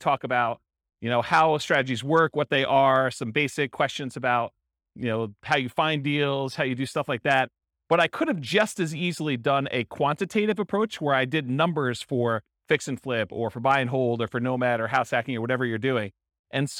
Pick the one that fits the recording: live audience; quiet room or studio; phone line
live audience